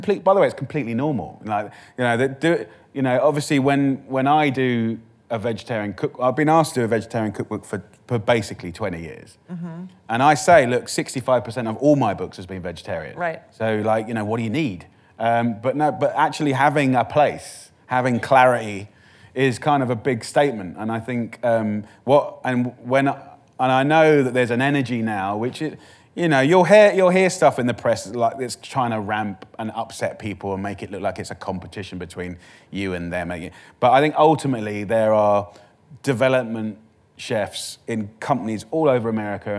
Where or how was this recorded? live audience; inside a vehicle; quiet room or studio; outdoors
live audience